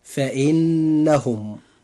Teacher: هذه النون مشددة، وهذه النون يجب إظهار غنها بمقدار حركتين، فننطقها هكذا: فإنهم.